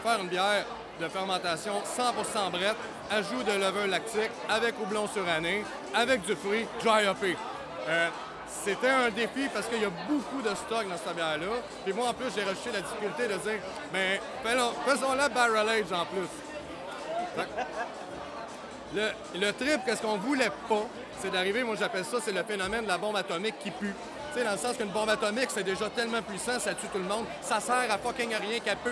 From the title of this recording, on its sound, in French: En Direct de La Cuvée Édition 2023!